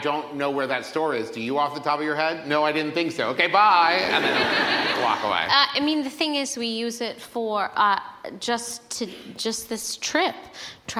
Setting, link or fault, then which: setting, live audience